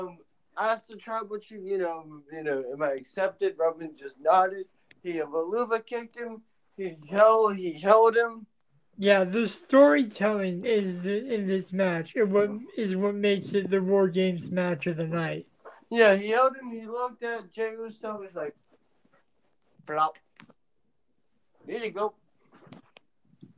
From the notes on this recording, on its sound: I apologize for the audio quality At Odds will now be looking into other podcast recording platforms.